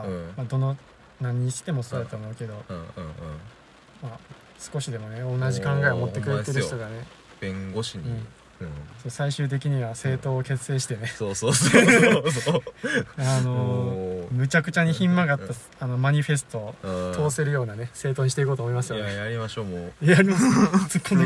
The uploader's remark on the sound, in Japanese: 車中収録の為、雨の音が入ってますが…一種のBGMだと思ってお聞きください。雨音ASMR仕様。